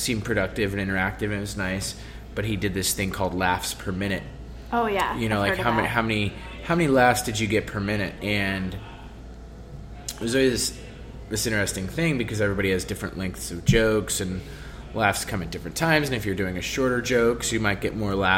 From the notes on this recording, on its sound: at Manhattan's famed Bunga's Den Bar